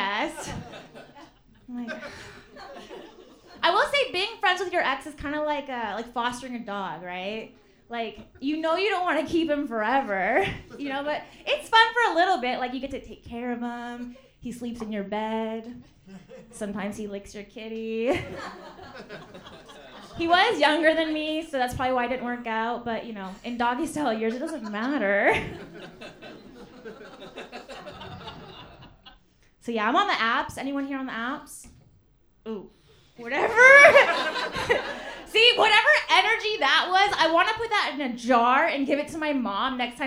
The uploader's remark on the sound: Recorded live at The Comedy Store in Los Angeles, CA.